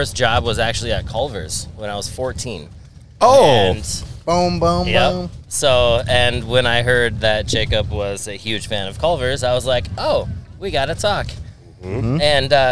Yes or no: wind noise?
yes